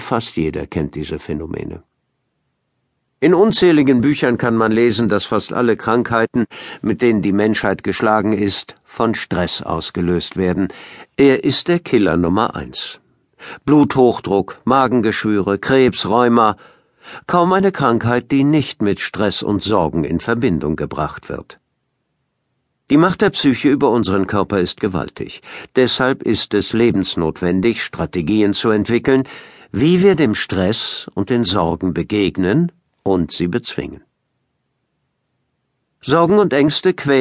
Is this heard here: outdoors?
no